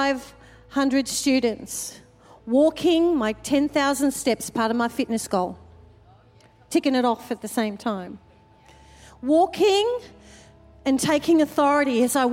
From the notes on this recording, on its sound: Recorded during our 5pm service on Sunday, the 21st of January 2024